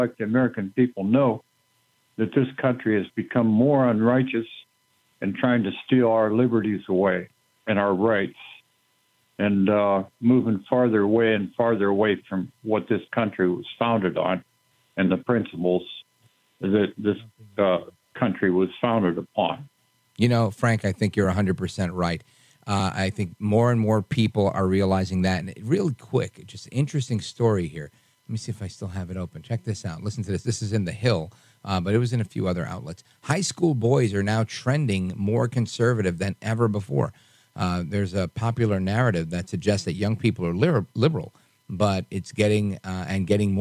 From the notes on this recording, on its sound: we take your calls in open phones across America